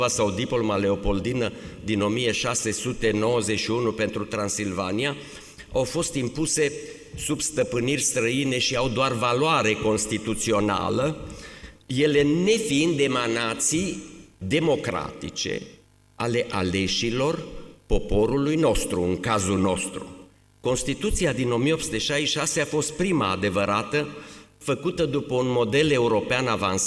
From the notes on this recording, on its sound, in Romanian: Conferința „România spre viitor. Un secol de istorie, de la Constituția din 1923 până în zilele noastre“. Înregistrare din Aula Academiei Române.